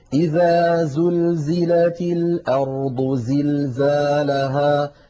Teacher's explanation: نجد بأن حرف الزاي دائما يقرع السمع بقوة لما فيه من صفة الصفير